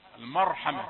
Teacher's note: لا تقل بالمرحمة، المرحمة، خلي الميم مفخمة لأن الراء مفخمة